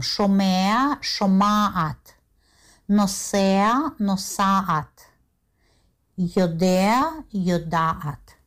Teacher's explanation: То есть, когда у нас айн или хет на третьем месте в корне, то в женском роде биньяна пааль в настоящем времени огласовка а, гласный а, потому что гортанные согласные, они ведь произносились очень-очень глубоко в гортане, поэтому произнести звук «э», который близко к выходу, к ротовому отверстию, и потом гортанный «хэт» или «айн» было очень-очень трудно, практически невозможно, поэтому произошло так называемое снижение гласного звука.